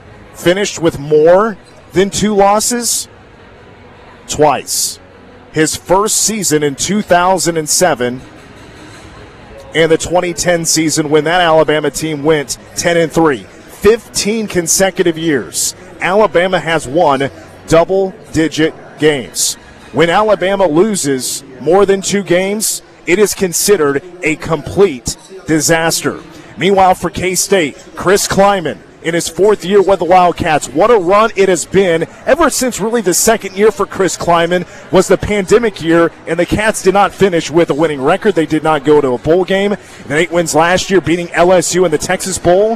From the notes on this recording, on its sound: press conference